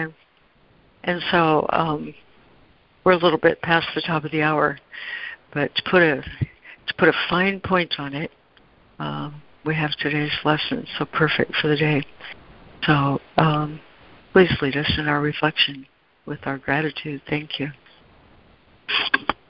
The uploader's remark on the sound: ACIM Daily Conference Call.